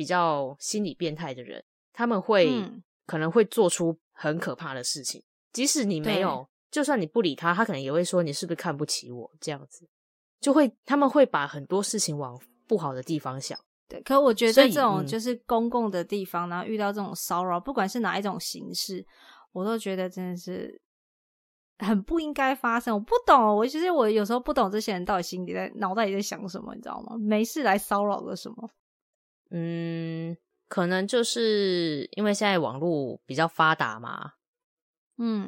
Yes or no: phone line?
no